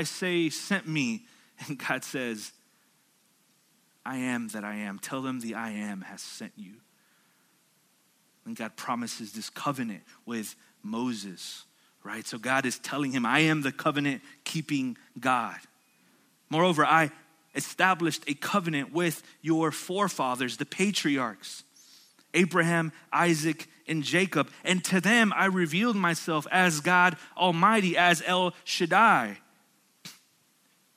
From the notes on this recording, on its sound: at Sojourn Galleria Church on Sunday, July 14, 2019